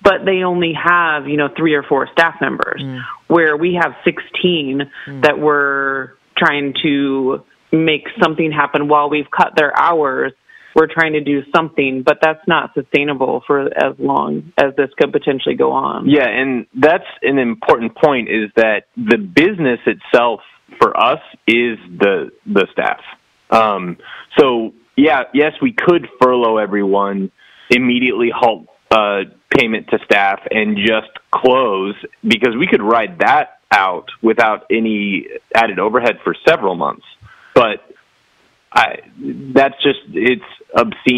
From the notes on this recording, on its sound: The interviews on this episode were conducted by phone in accordance with public health officials’ social distancing recommendations.